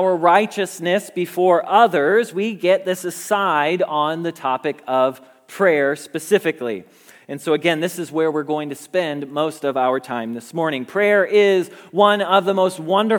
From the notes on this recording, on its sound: Message Preached at Valley Creek Church